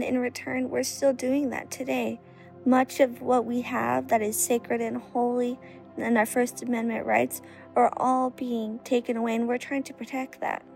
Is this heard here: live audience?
no